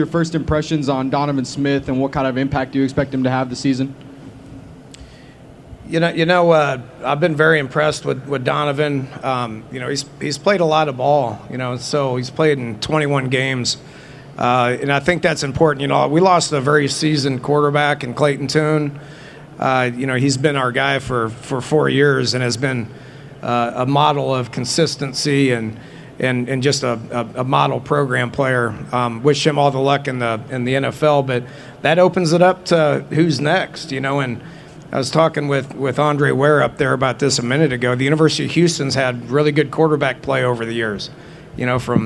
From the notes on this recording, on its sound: press conference at Big 12 Football Media Days